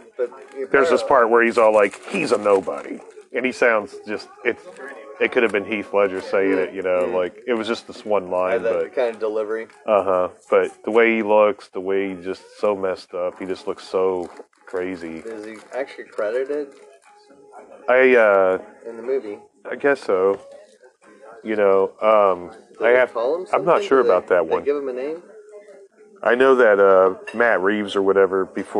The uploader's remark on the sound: Recorded live in an IHOP with a bottomless coffee pot.